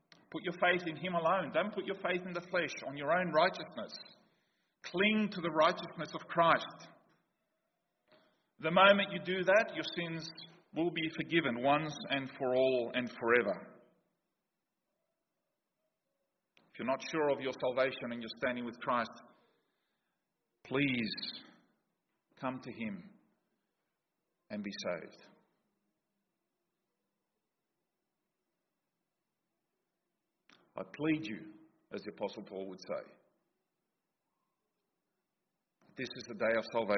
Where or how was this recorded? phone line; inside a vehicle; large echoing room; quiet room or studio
large echoing room